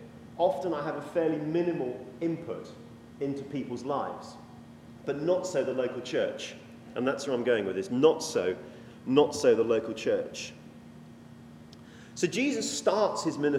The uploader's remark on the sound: This sermon was preached when we were invited to speak at a 'mental health sunday' at a fairly traditional anglican church in yorkshire.